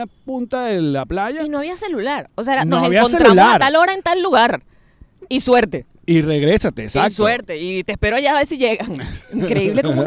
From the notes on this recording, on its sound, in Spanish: Directo desde el Central Park. Grabamos episodio en el mero Central Park de NY.